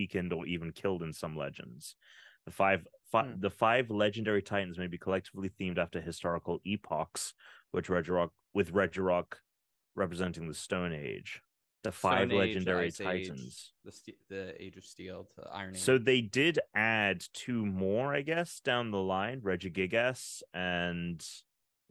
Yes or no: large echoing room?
no